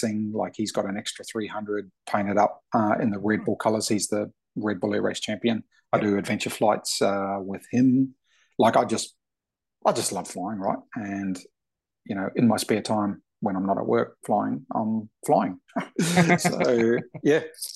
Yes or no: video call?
yes